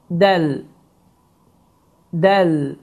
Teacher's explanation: Dəl hərfi də, deməli, qalqalı hərflərindəndir, yəni şiddətli olan bir hərfdir və hava axınının dayanması nəticəsində tələffüz olunur. Azərbaycan dilində olan, əlifbasında olan D səsinin çox-çox incə formasıdır.